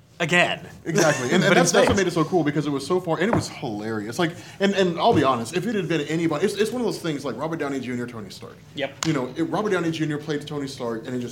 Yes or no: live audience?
yes